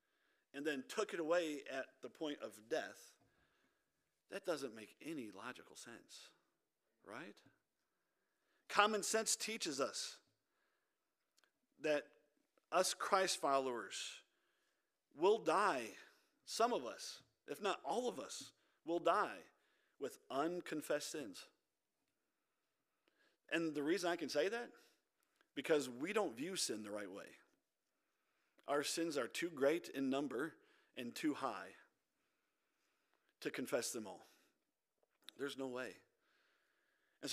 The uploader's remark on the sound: This audio is from our Wednesday Night Service